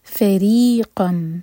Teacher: را کے نیچے کسرہ تو را باریک، اور قاف کی تنوین کے بعد میم تو ادغام غنہ کے ساتھ.